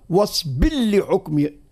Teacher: واصبر لحكم، إدغام الراء في اللام